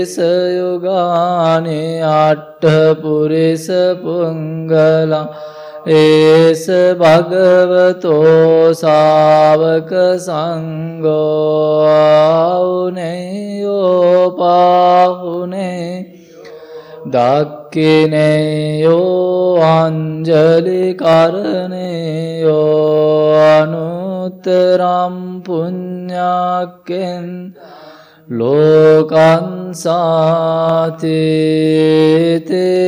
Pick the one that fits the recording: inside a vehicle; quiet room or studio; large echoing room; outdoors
large echoing room